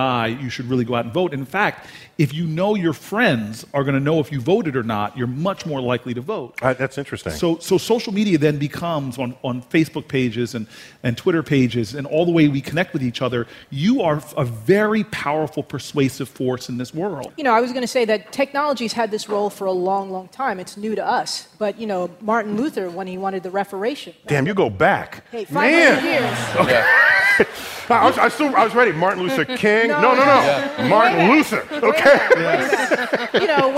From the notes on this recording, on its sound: StarTalk Live! at the Apollo. To the historic theater in Harlem, NYC.